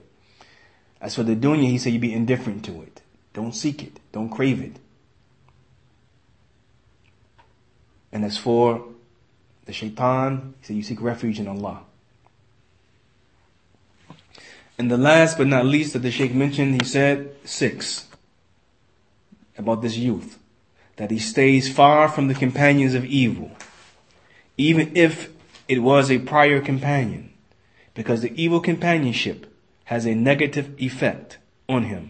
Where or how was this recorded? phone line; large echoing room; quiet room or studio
large echoing room